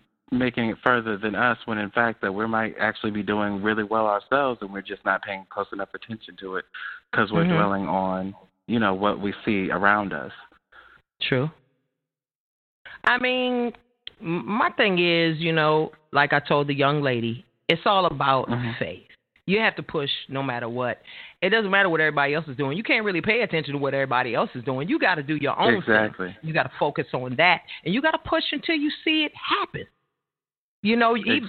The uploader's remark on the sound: Two music artists who call in to vent about their challenges with becoming successful in the music business.